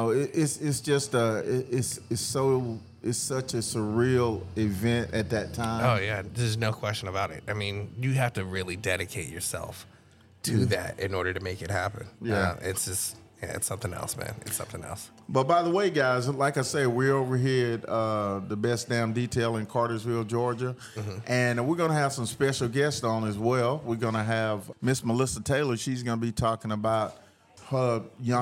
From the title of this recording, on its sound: Live at the Best Damn Detailer car show